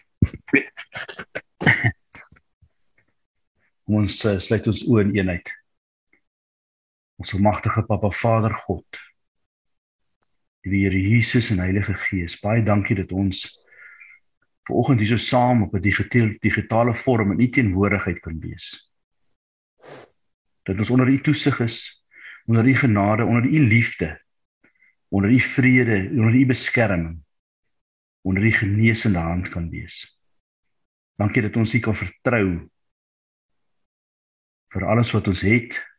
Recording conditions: video call